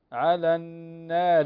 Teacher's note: الراء هنا مرققة لأنها مكسورة